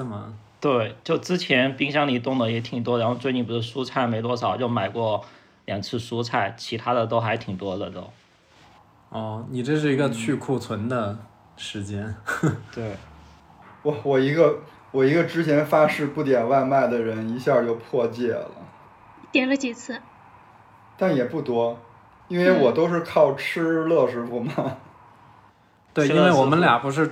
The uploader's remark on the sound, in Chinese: 录制这期节目时，我们“原则性居家”了八天。因为是各自在家用手机录音，还伴随着窗外的环境音，所以音质听起来跟往期不一样。